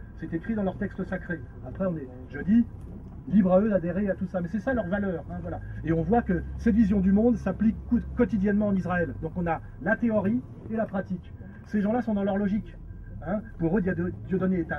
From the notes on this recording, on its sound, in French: En plein air. À Vence.